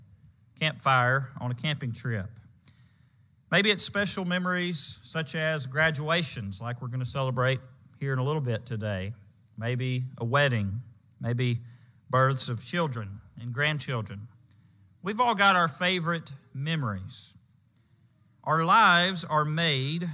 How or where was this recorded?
large echoing room